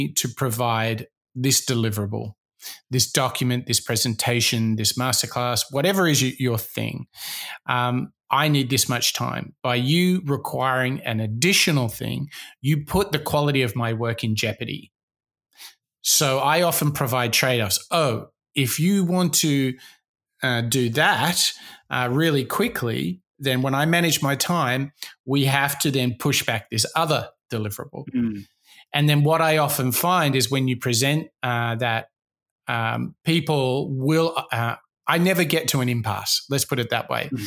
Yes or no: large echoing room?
no